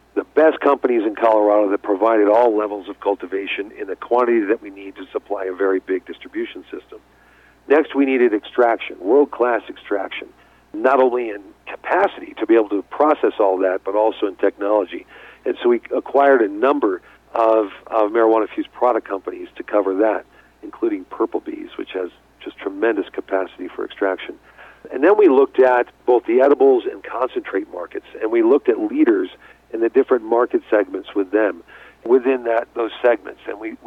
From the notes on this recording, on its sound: called in to SmallCapVoice.